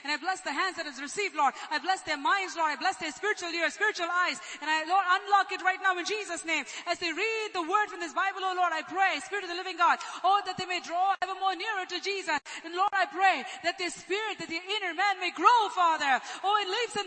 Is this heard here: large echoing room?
yes